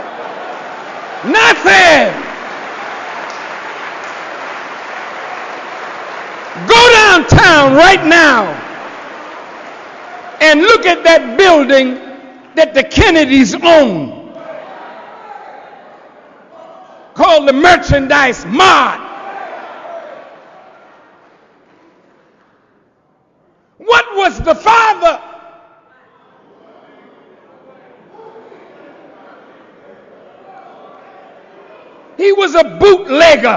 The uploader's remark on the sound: This podcast is an excerpt from a message by the same name delivered October 28, 2007 in Chicago, Illinois.